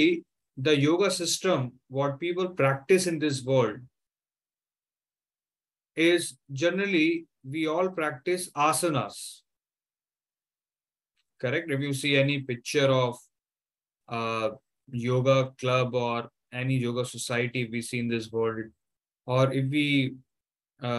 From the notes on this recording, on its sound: Zoom recorded class